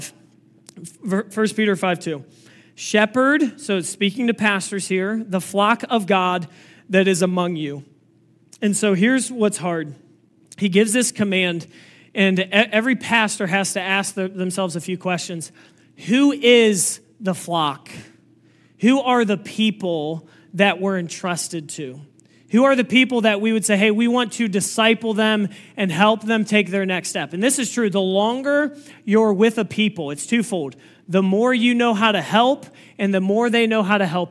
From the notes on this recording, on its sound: This message was preached on August 20, 2023 at FIVE39 Church.